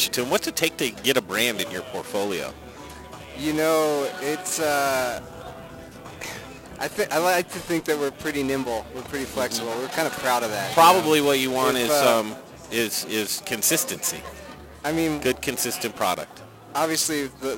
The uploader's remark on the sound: Night two of the Fall Dinner Series. Cooking live from Logan Street Denver and Carboy Winery tonight!